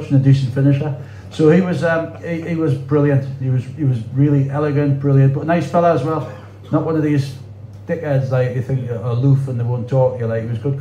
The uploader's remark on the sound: at Tynemouth Surf Cafe